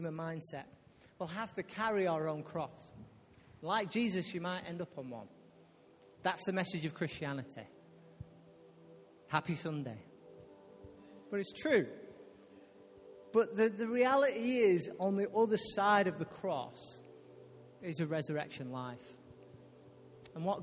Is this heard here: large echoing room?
yes